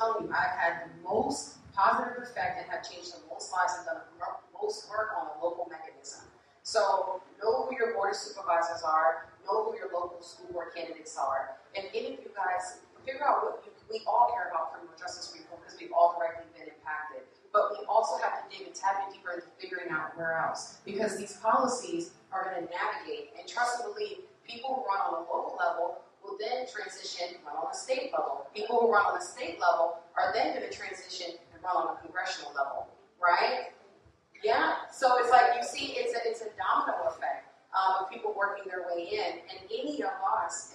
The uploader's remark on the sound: Life After the Impact LIVE from DC. Life After the Impact hosted its FIRST LIVE & IN PERSON event at Busboys and Poets in Washington DC.